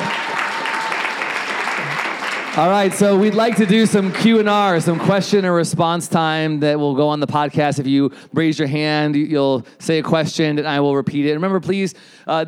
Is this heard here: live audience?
yes